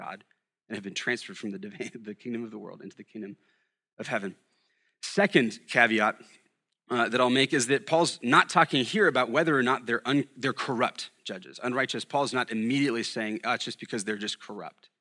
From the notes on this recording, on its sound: at Sojourn Galleria Church